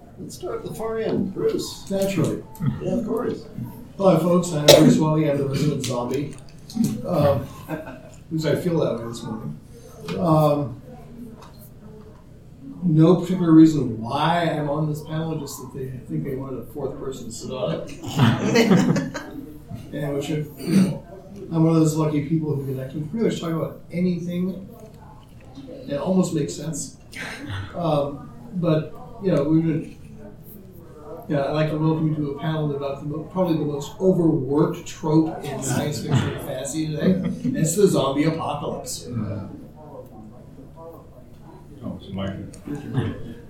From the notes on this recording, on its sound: TusCon 50 Panel. Recorded live 11/11/23 Saturday – Panel Room 1.